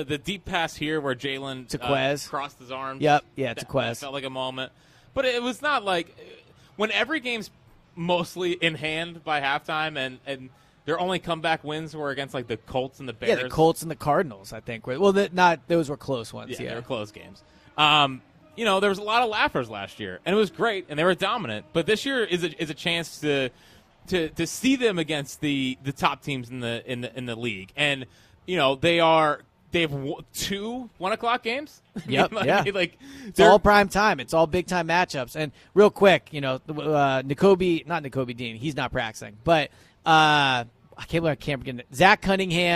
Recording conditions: busy venue